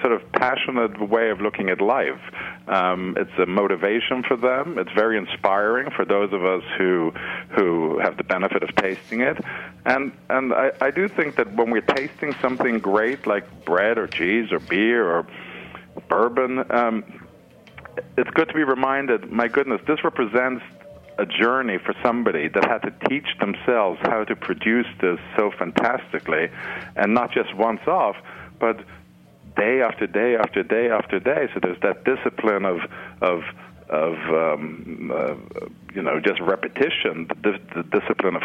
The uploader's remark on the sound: joined via phone